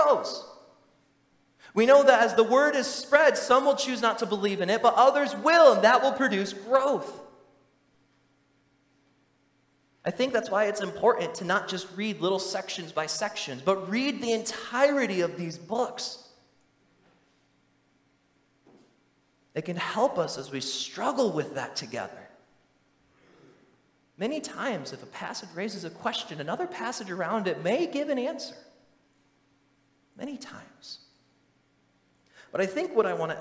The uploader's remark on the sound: during the Morning Worship Service on Sunday, November 26, 2023, at Calvary Baptist Church in Battle Creek, Michigan